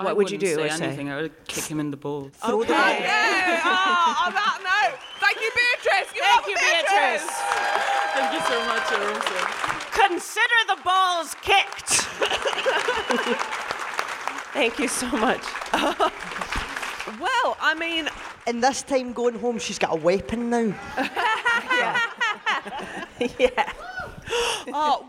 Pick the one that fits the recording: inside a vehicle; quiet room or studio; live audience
live audience